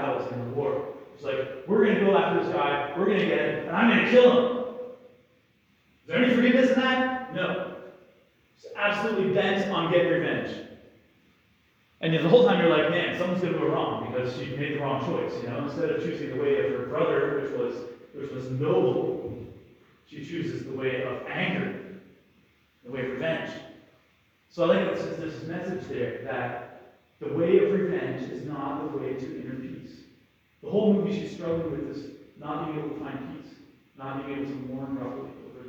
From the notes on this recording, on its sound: Apologies for the rough audio. This homily was part of a teaching Mass for grade 12 students.